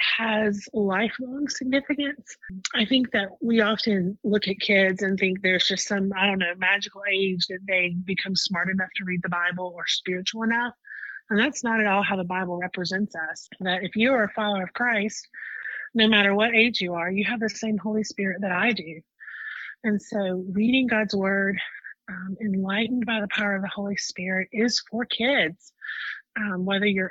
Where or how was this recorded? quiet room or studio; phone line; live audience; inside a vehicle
phone line